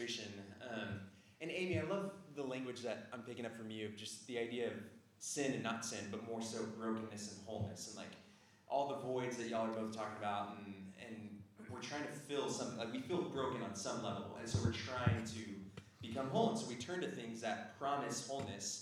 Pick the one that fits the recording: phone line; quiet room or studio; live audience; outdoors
live audience